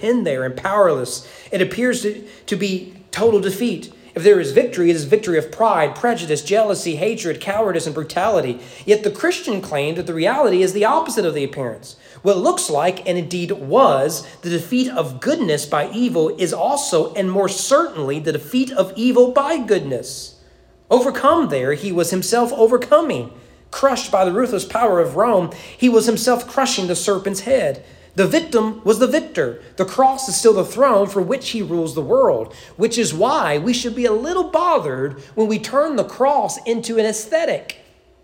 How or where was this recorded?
large echoing room